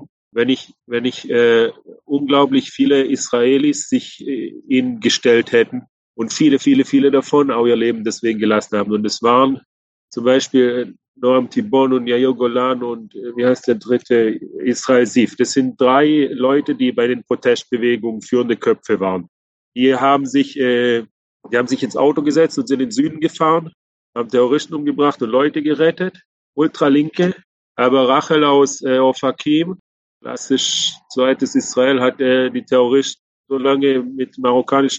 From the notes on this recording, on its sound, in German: Online-Gespräch. Live aus Israel.